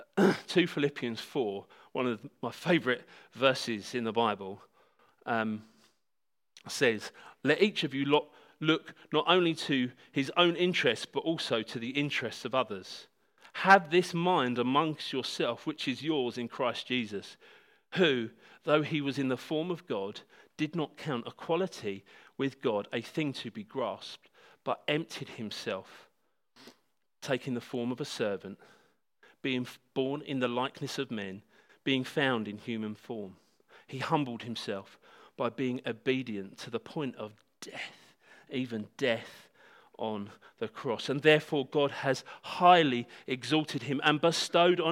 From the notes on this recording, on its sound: This talk was given at Hope Church Sevenoaks on Sunday December 1st 2019